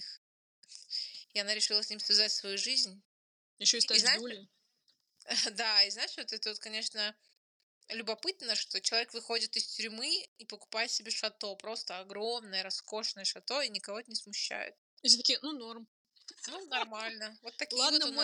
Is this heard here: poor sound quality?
yes